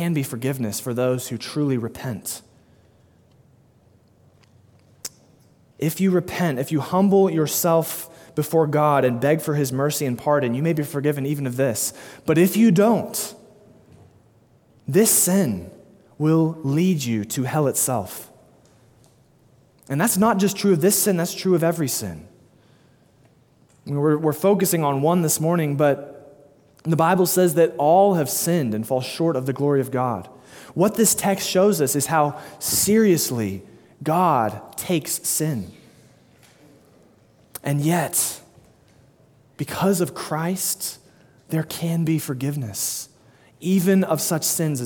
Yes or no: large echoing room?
yes